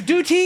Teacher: The T is soft. Yeah, because duty, it's a soft T, so it's a D